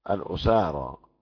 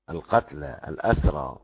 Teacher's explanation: أبو عمرو قرأ بضم الهمزة وفتح السين وألف بعدها · Shown in: first take · على وزن كسالى الأسارى، والباقي من الأسرى، فتح الهمزة وسكون السين على وزن قتلى القتلى الأسرى.